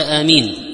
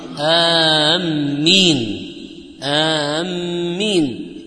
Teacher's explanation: وهي بالمد وتخفيف الميم · Shown in: first take